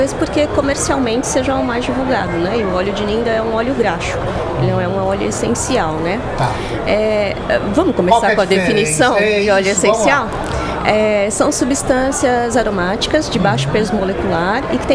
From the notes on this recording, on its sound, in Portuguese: Estamos ao vivo da Hortitec 2023